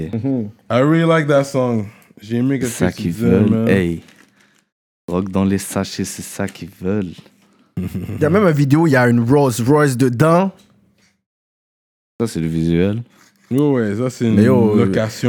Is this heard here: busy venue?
no